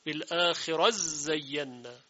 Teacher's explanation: ادغام تا در زاي